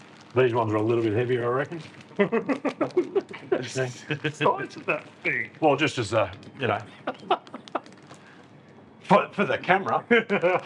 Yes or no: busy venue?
yes